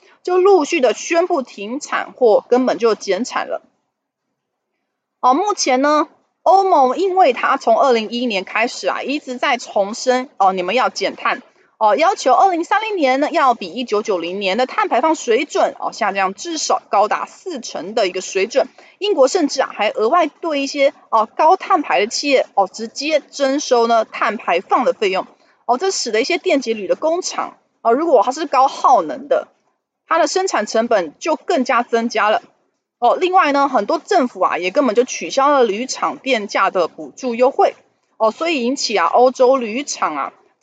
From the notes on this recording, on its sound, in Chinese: 本集有些許雜音，已亟力避免，如有察覺請多多包涵